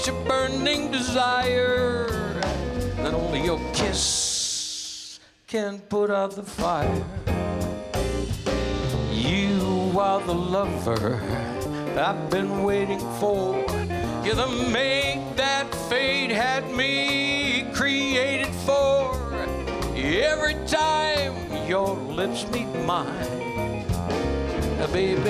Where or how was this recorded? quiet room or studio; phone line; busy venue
busy venue